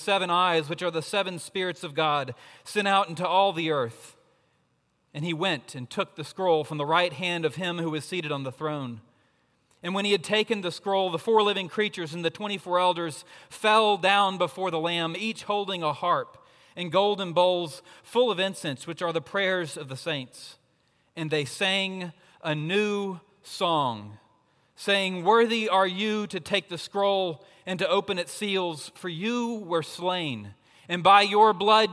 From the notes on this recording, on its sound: At Redeemer Presbyterian Church in Charleston, SC.